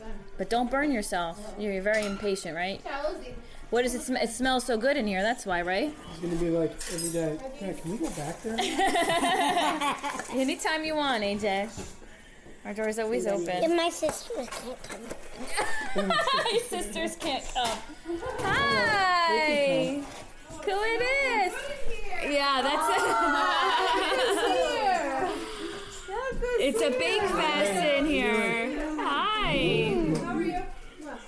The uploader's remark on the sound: The Sounds of an Italian American Kitchen at Christmas Time. It's really about the people and the conversations that go on around the counter and the oven while those treats are being made. This episode is mostly those conversations, and a lot of Italian American kitchen background noise.